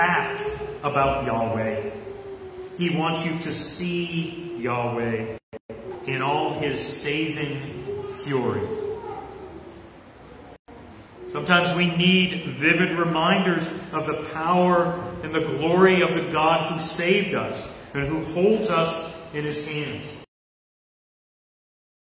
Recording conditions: large echoing room